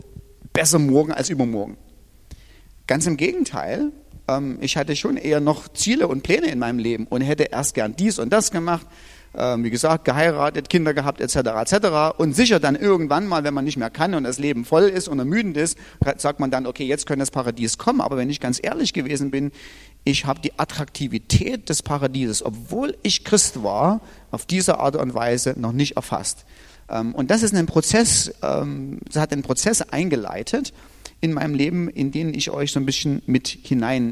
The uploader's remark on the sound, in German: Diese Predigt ist aus dem Gottesdienst